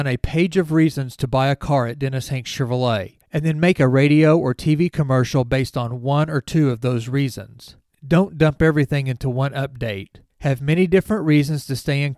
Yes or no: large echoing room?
no